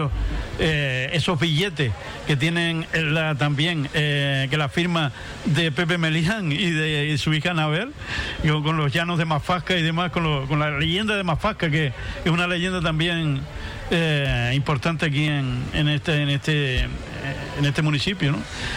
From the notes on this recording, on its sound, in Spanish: En directo desde el Mercado Agrícola. Dentro del programa especial desde el Mercado Agrícola en la plaza de Antigua.